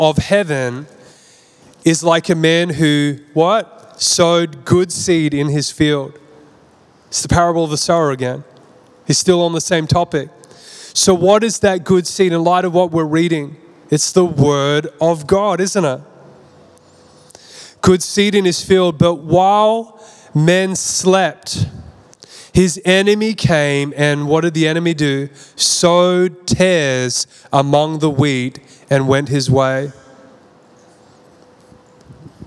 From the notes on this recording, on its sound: This message was recorded at Zion Church Gold Coast